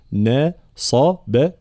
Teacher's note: ترقيق النون والباء وتفخيم الصاد بينهما